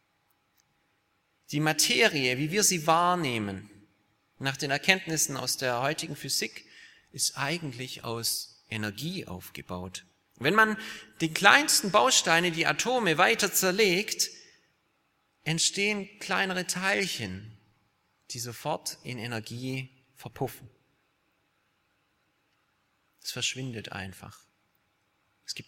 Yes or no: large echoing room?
yes